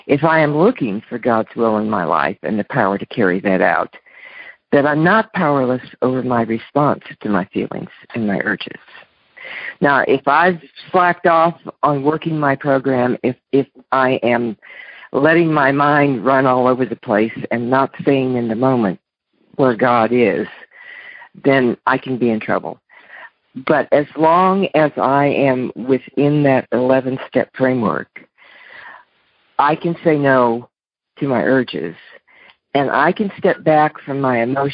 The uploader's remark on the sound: Monday Noon Phone Speakers Series.